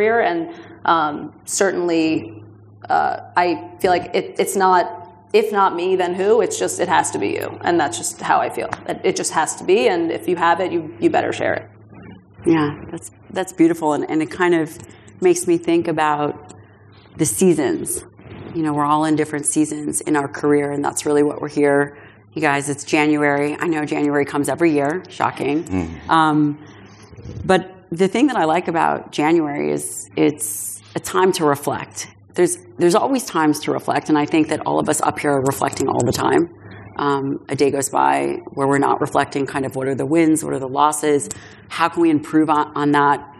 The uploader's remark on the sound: This special live episode from the first annual Forever Strong Summit features influential speakers from various fields.